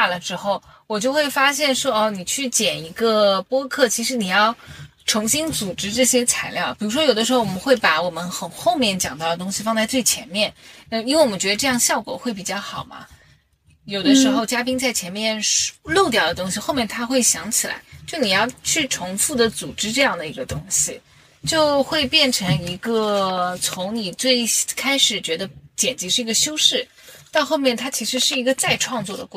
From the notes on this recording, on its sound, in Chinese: 本期节目我们久违地尝试了一下线下录制的形式，但是在茶馆聊到一半突然被通知堂食暂停，所以最终转战到了车里继续录制。久违的线下录制因为茶馆被通知暂停堂食，转战车里继续录。